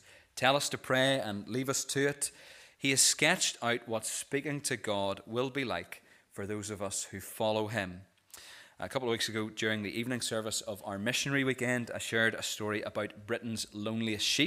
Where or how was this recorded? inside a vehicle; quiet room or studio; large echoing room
large echoing room